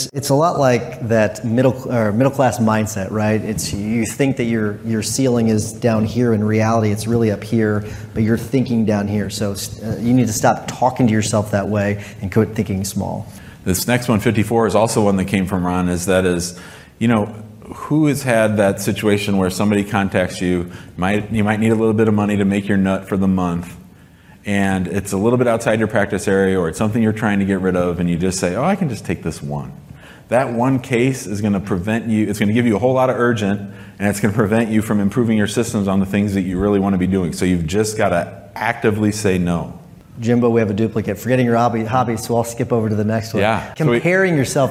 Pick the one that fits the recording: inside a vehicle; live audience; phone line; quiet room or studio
live audience